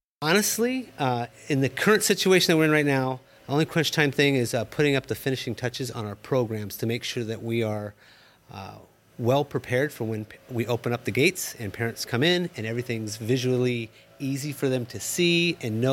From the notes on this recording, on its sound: We take you behind the scenes to explore the sounds of the 178th Commencement Exercises: from the preparations to the ceremony to the celebration after.